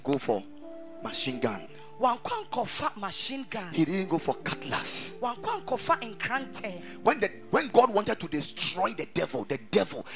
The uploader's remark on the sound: Preached at a Wedding Service at the Ekklesia Temple